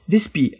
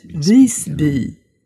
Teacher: Es ist aber im Schwedischen Visby. Also Vis, dieses I wird erstmal relativ weit hinten in der Kehle gesprochen · Shown in: second take